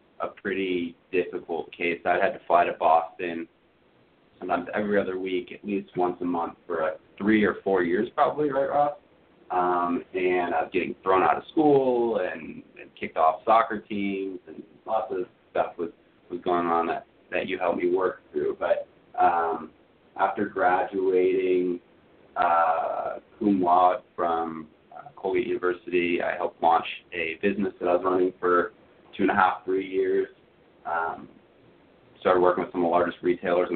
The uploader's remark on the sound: took the time to call in to today's program